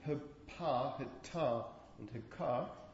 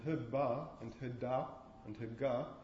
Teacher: with the second set, feel vibration throughout the production · Shown in: second take · And with this one, you should feel a short period where there is no vibration. · Term: voiced